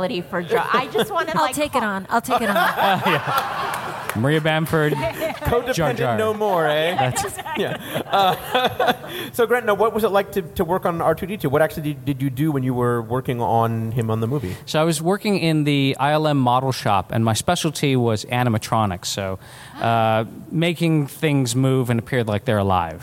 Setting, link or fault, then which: setting, busy venue